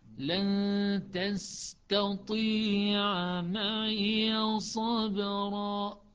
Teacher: استغل الصفير الموجود في السين حتى تنتقل إلى الحرف الثاني بدون مشكلة، يعني هذا الصفير السين مرونة يعني، فلا تحرك ما تحتاج، تستطيع وانتقل إلى التاء بصورة تلقائية يعني.